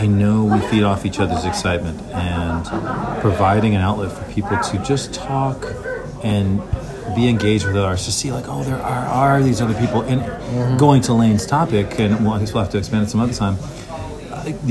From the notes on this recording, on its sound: Recorded at Gabby’s in Wedgewood Houston area of Nashville